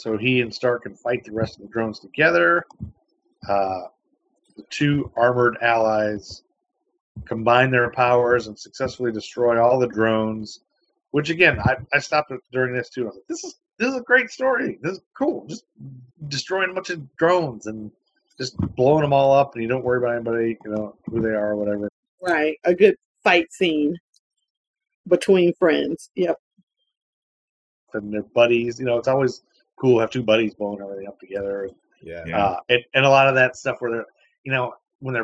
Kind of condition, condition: fault, poor sound quality